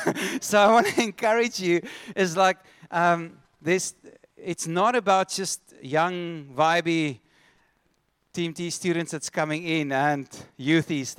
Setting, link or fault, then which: setting, large echoing room